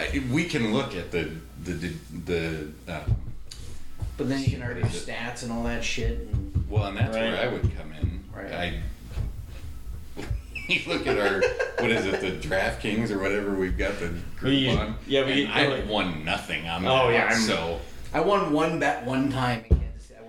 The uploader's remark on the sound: It's a little bit of an open-mic discussion. We know the sound isn't great.